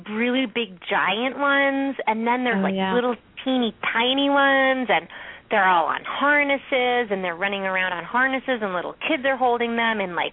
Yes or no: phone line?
yes